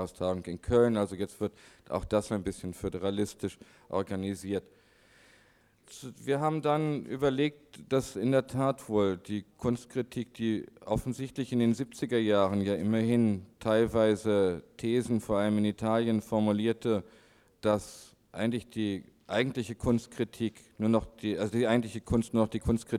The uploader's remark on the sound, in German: Podiumsdiskussion in Frankfurt. 1987, veranstaltet von der „AICA“, der deutschen Sektion des internationalen Verbands der Kunstkritik.